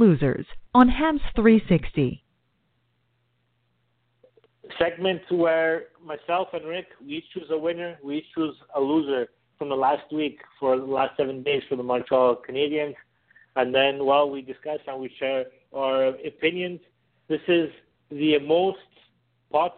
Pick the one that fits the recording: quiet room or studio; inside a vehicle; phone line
phone line